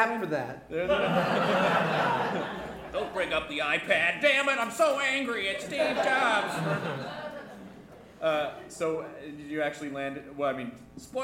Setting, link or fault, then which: setting, live audience